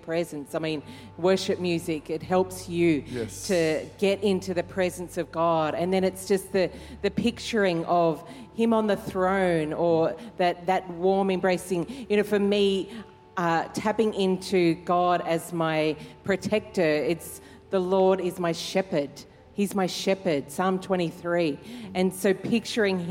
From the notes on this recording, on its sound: Recorded during our 5pm service on Sunday, the 15th of October 2023.